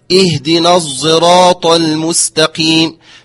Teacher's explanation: مثال ذلك في الصاد المشمة لحرف الزاي عند قوله مثلا اهدنا الصراط المستقيم، فقرأت اهدنا الصراط المستقيم، فلا هي صاد خالصة ولا هي زاي خالصة، فهي بينهما